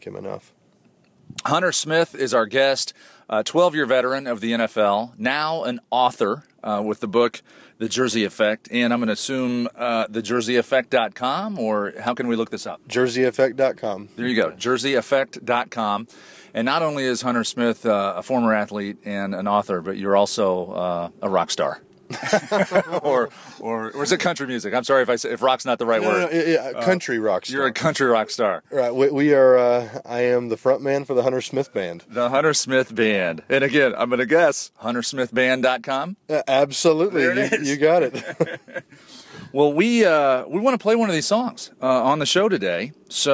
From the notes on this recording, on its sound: This episode comes to you live from the &#8220;All Pro Dad Father and Kid Experience&#8221; in Indianapolis with the NFL Colts. This episode comes to you live from the “All Pro Dad Father and Kid Experience” in Indianapolis with the NFL Colts.